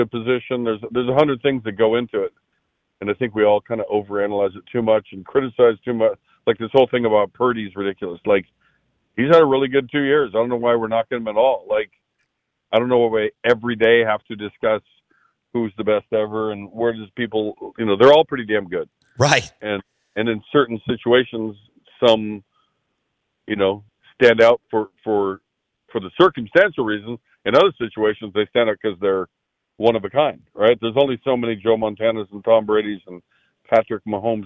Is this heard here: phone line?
yes